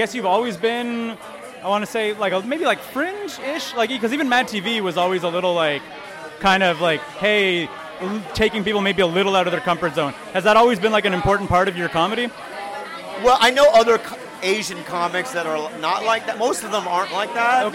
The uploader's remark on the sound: Just for Laughs 2019. The show is at MTELUS, there’s a live band to hype of the crowd.